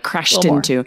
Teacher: And the same with taxi crashed into a tree. When there's a vowel on the next word, that's where you hear that T a little more